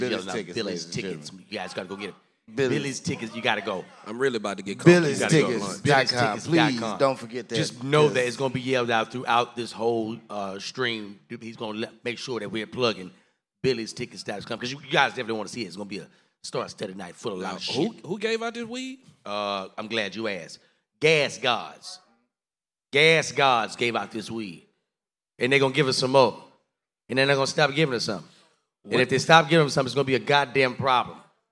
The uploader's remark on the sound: got together for a live taping of the podcast